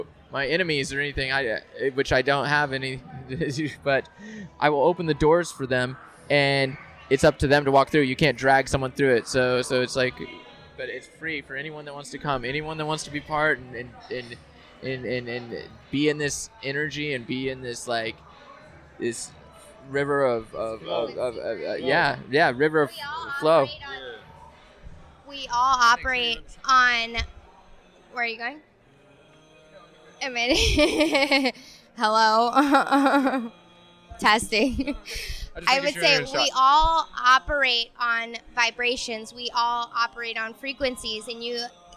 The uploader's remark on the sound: Live in person at Los Angeles Swim Week, which was having its first run-through in the LA area. We had surprise guests.